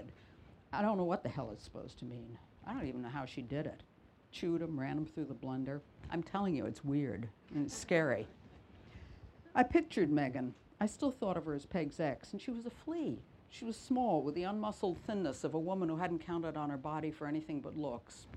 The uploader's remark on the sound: the Cream of Cornish event at the 2022 North Cornwall Book Festival